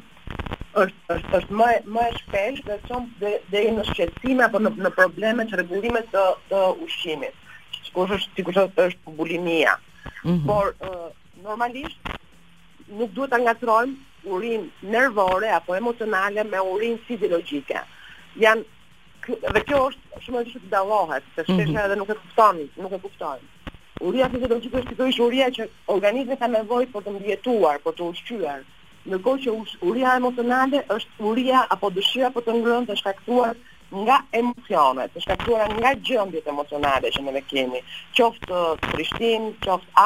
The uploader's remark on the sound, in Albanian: Nëpërmjet një lidhje telefonike për “Live From Tirana”.